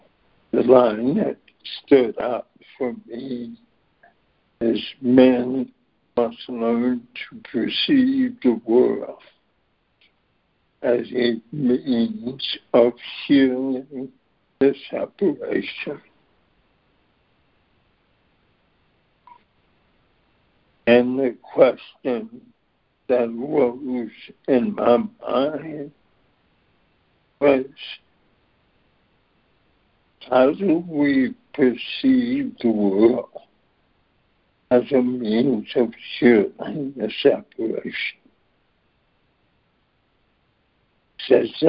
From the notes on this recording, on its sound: ACIM Daily Conference Call.